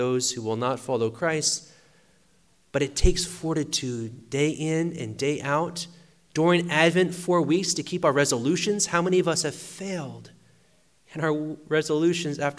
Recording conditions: large echoing room